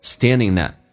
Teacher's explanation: Standingat， standing at 可连可不连，如果要连音，把 ing 的 g 去掉，用 n 进行连音，叫做 standingat，用 n 跟 at， standing at the excusecounter。